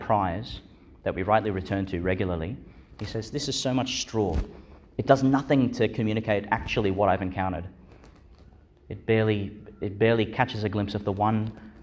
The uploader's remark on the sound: Homily for the Seventeenth Sunday in Ordinary Time, delivered in Our Lady Star of the Sea Church, Gladstone, Qld.